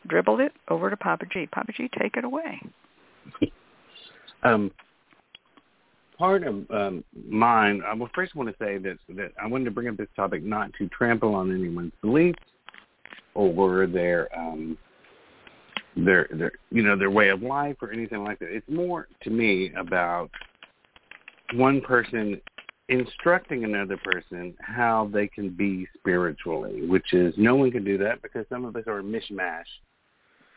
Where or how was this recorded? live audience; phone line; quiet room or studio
phone line